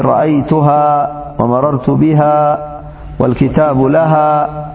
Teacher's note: وإن كان الضمير عائدا على مفرد مؤنث وقفنا على الضمير بالألف · Term: هاء الضمير